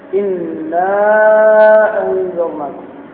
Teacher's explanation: مد المنفصل. إنا أنذرناكم بمقدار أربع حركات. غني النون.